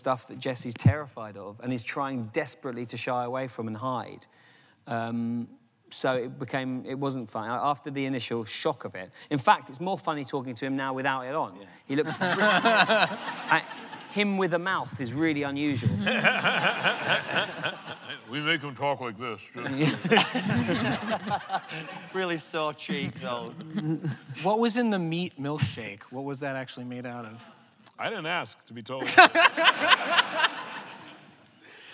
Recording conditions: live audience